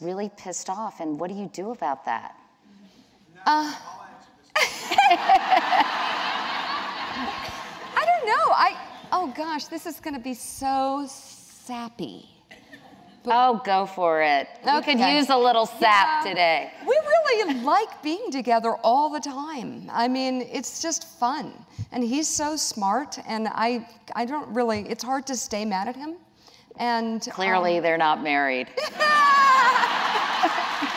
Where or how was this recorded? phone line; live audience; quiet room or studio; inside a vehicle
live audience